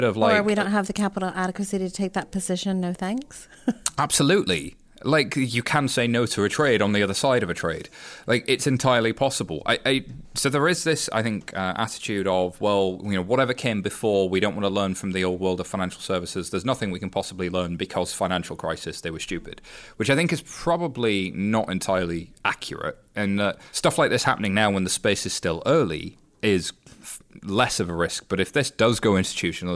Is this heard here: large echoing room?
no